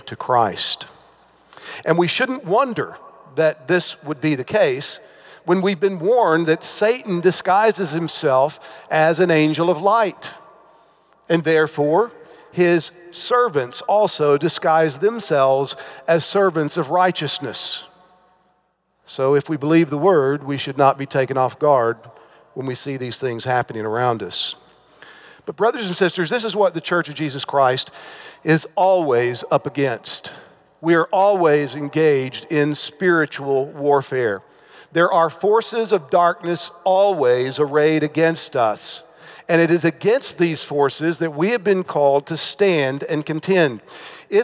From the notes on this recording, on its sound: This presentation was given on January 16, 2019 at the Sovereign Nations 'Social Justice & The Gospel' Conference in Atlanta, Georgia preceding the G3 Conference.